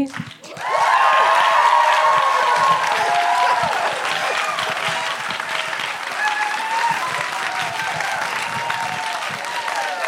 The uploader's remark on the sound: Live at the Revue Cinema. Were live in Toronto.